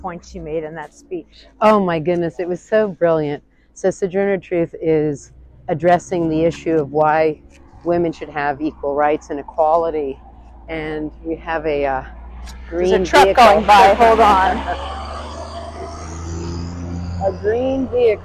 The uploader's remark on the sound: A VERY WINDY Walkway Over the Hudson, Poughkeepsie to Highland, New York. The Walkway Over the Hudson, which opened in 2009, is a former railroad bridge that was transformed into a highly used walkway for walkers and cyclists. It was extremely windy, and we apologize in advance for the disruption it causes in the middle of the podcast, despite our new wind – shielding microphones!